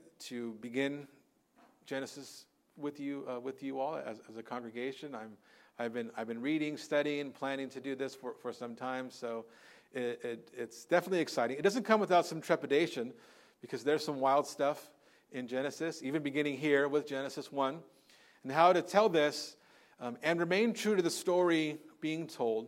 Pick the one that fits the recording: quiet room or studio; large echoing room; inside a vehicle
large echoing room